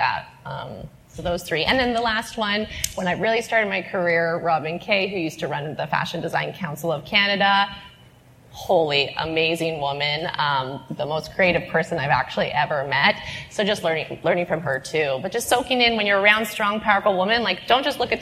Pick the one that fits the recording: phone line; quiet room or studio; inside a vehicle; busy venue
busy venue